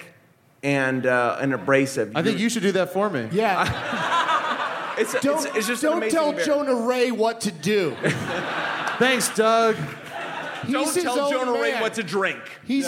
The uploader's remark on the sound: It's the Nerdist live from the Twin Cities!